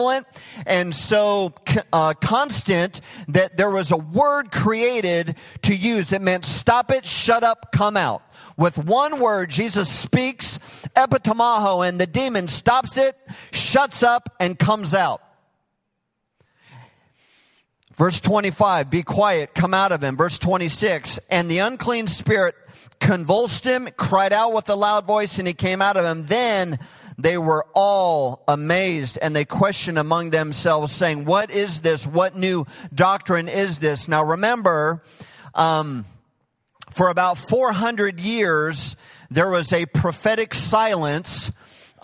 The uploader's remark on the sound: Recorded live at Hope Church in Springfield, Mo.